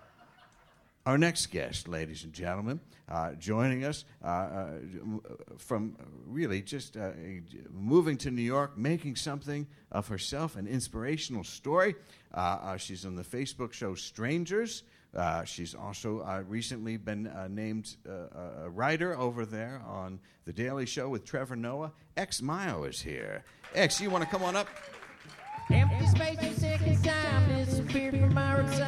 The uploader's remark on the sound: returns to New York City with a terrific live show